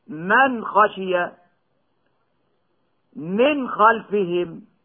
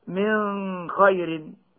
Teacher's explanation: يخفي النون الساكنة قبل الخاء مع بقاء الغنة · Shown in: second take